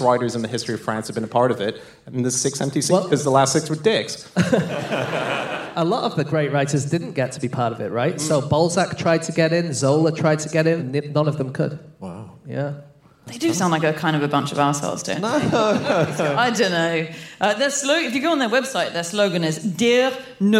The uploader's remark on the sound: Live from New York